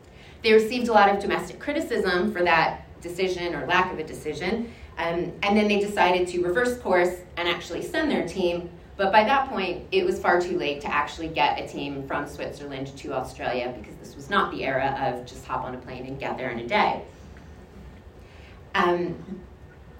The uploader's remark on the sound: This episode features the keynote presentation at the 2023 BSSH Conference at Manchester Metropolitan University.